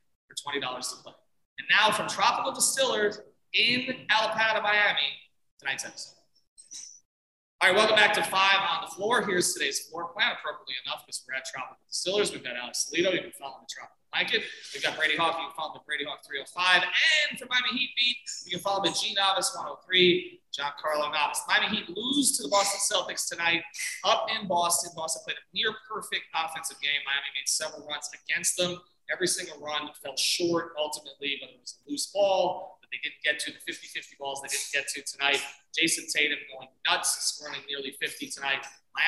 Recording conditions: poor sound quality